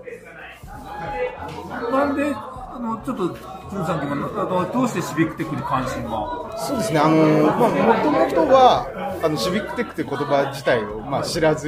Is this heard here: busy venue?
yes